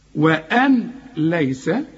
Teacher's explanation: كل نون بعدها لام لا تغن، بيحصل إدغام كامل للنون، وكأن النون غير موجود عشان أريحك، أقول لك وأن ليس